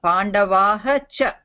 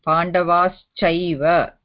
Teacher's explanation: So, the visarga became shakara and then we have chakara · Shown in: second take